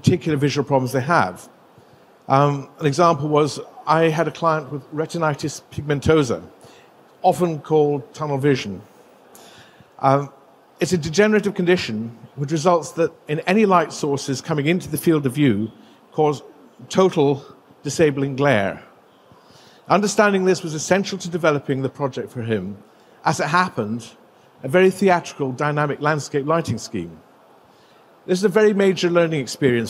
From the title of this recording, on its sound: Presented at GILE 2023